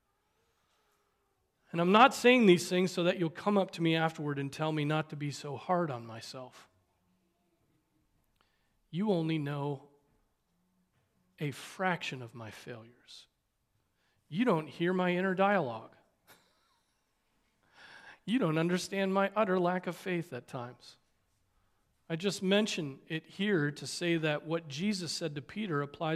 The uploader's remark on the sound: Preached on October 22, 2023 at Trinity Presbyterian Church (Evangel Presbytery) in Spartanburg, SC.